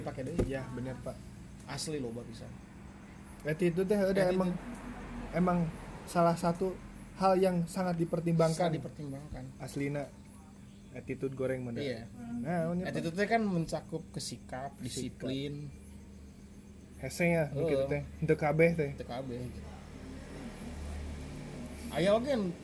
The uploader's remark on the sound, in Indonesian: Dengan backsound suara kendaraan karena memang rekaman dilakukan di Jalur Pantura.